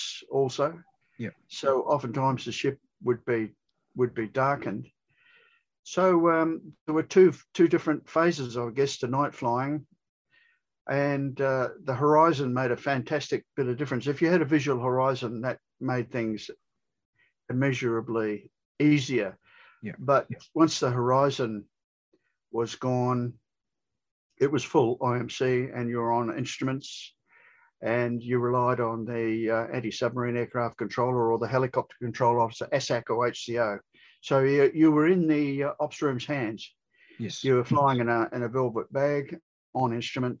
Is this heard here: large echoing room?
no